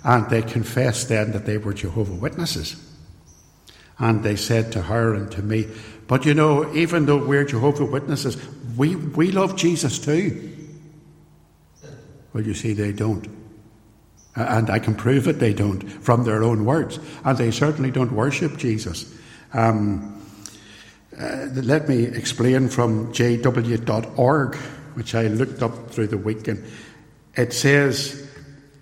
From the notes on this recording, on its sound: This sermon was recorded at Templepatrick Reformed Church, and is used with their permission. It is raw, and unedited.